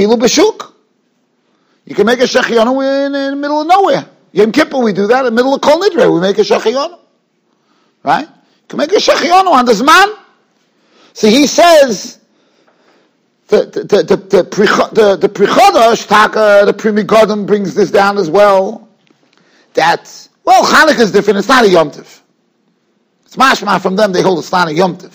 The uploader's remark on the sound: Shiur recorded in Yeshivas Ohr Reuven, Monsey, NY.